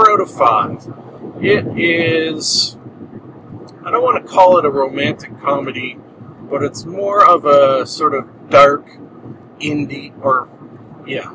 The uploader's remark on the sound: Somehow driving the missuss's's car effected the audio.